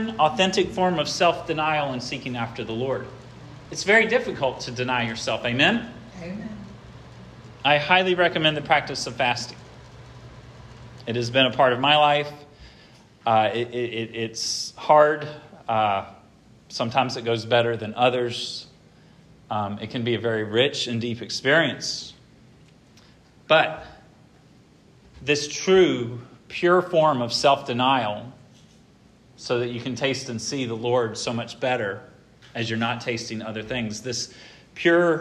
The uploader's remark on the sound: This sermon was preached at Hope Fellowship